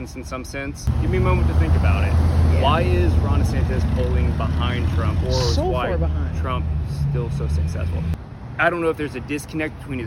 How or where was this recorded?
outdoors